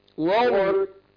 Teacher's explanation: قول وارتابت، فخم الراء